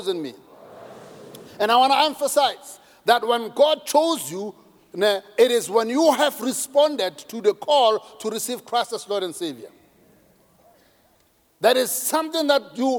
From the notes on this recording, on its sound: preached at Grace Bible Church Pimville on the 09th of October 2022 at the 07am Service